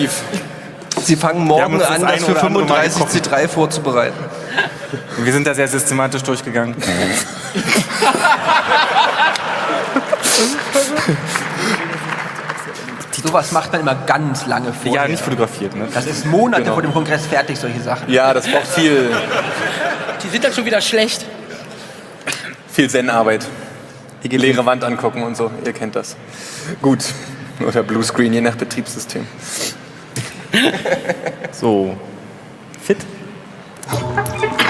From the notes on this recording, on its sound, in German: Zwei Teams mit rauchenden Köpfen und ein johlendes Publikum. 34c3.